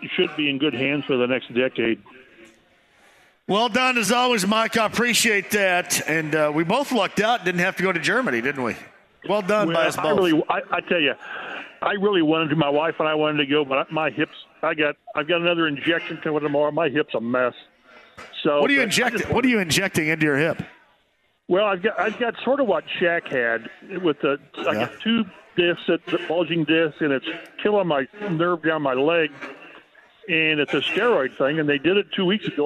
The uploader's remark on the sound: LIVE from Joe’s Grill. Live at Joes Grill!